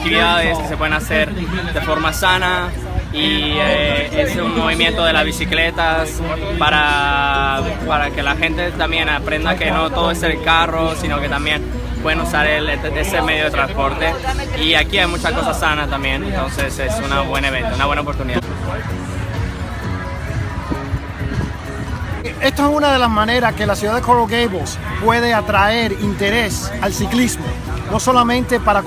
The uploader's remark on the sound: On The Street. Coral Gables Bike Day.